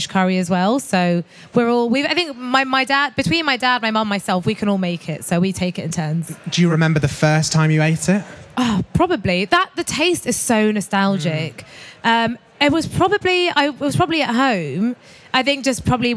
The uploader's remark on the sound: This episode is recorded at the BBC Good Food show in Birmingham.